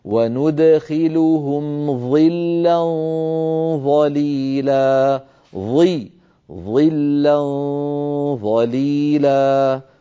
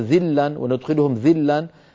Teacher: الظاء هنا مكسورة ولكن كسرها لا يمنع من تفخيمها، يضعف التفخيم ولكن لا يلغيه فتبقى مفخمة · Shown in: first take · هكذا. وندخلهم ظلا ظليلا، ظلا ظليلا فلا بد، والا بعدين تتحول لذال، اذا قلنا ذلا وندخلهم ذلا نعم تتحول الى ذال وهذا لا يصح ابدا.